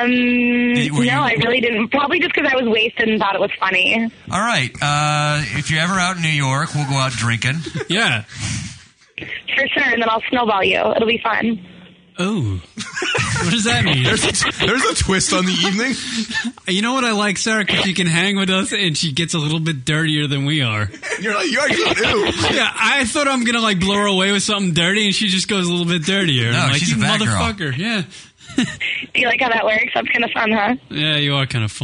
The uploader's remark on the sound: Open phone lines, Drunk Calls.